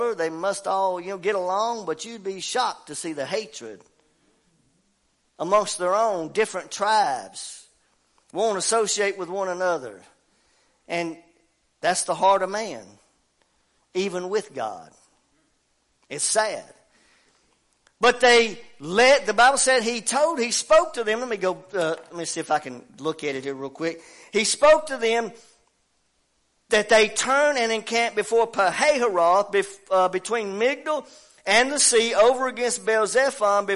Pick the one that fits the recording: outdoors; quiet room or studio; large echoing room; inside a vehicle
large echoing room